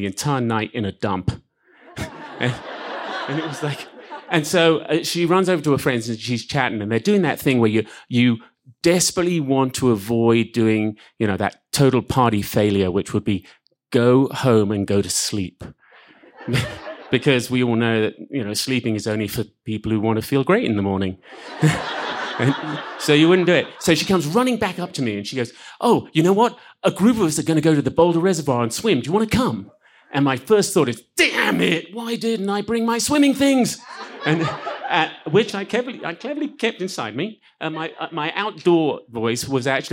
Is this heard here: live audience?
yes